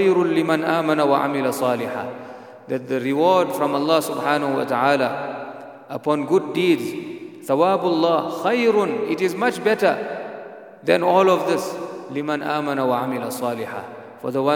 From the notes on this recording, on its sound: At the Houghton Masjid (West Street).